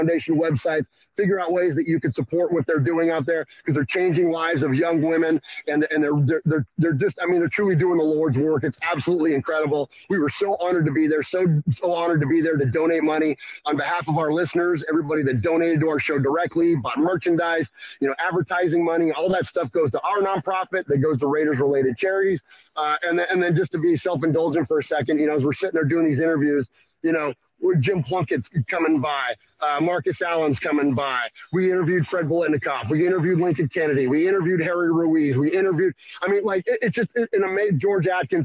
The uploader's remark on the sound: Live from Allegiant Stadium